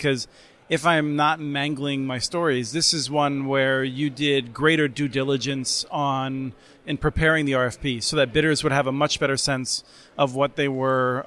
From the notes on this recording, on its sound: This week’s podcast comes from the Fiber Connect 2022 conference held in Nashville, Tennessee last month